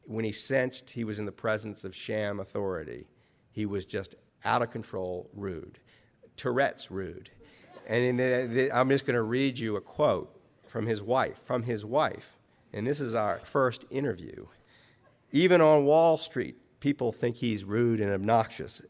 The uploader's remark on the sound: Writers on a New England Stage. Recorded live at The Music Hall in Portsmouth, NH in 2010. This archive program may still contain broadcast elements from the time it aired.